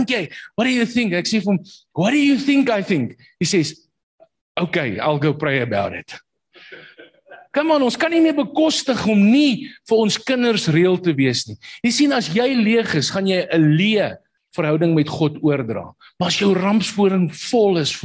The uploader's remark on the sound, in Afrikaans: Manne van die Woord Zoom Byeenkoms